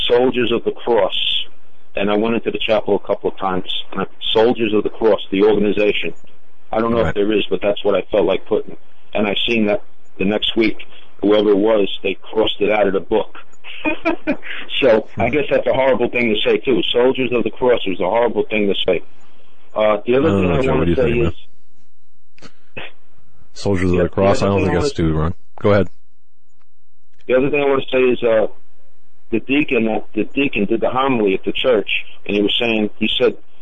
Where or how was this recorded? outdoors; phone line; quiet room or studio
phone line